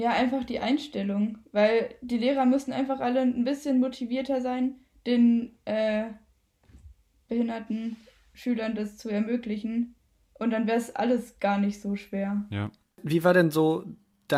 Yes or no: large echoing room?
no